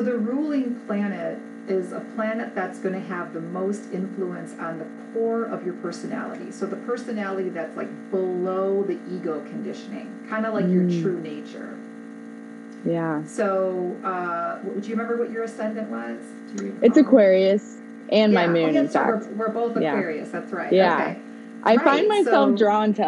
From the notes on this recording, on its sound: There is a buzzing sound that happens sometimes starting a few minutes in and then lasting the rest of the interview.